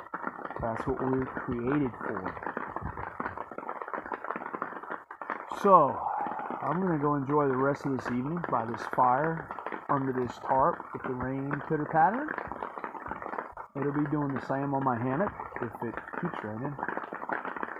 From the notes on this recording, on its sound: Sorry for the sound, it's terrible